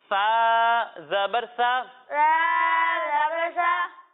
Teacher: اور جب ہم سا کی ادائیگی کریں گے تو اس میں سیٹی کی آواز نہیں آئے گی اور اسے ہم باریک یعنی پتلا پڑھیں گے